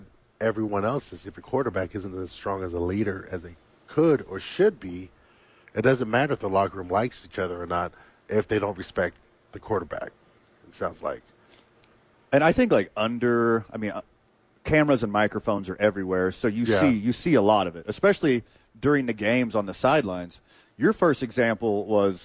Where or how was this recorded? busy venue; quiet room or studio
busy venue